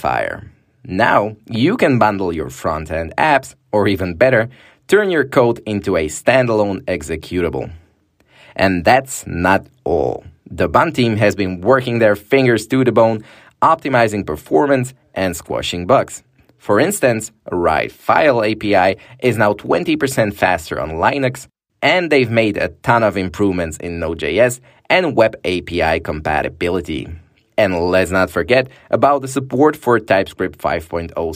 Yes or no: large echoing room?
no